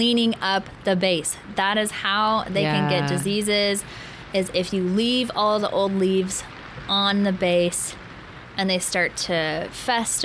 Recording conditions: background noise